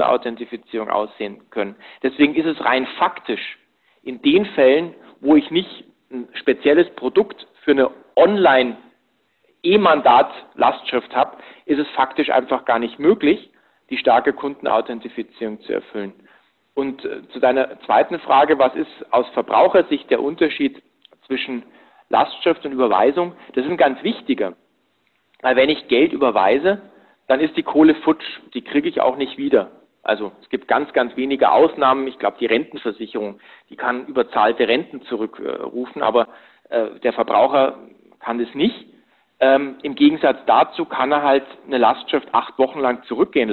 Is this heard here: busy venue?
no